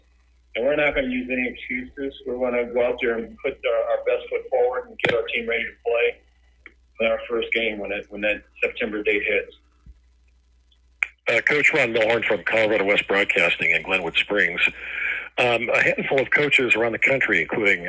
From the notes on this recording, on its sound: conference call with the media, and then plays the whole thing from start to finish